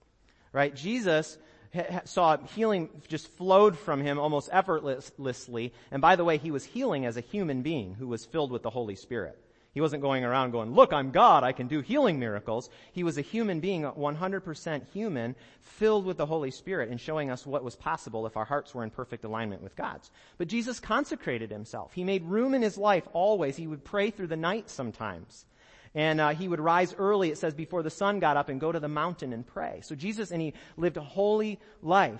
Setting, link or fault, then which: setting, large echoing room